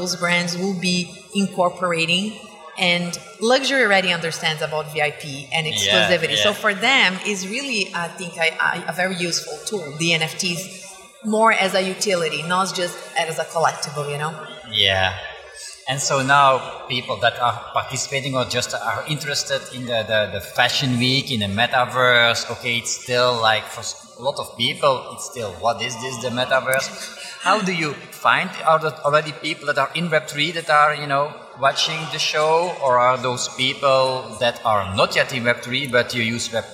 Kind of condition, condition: setting, busy venue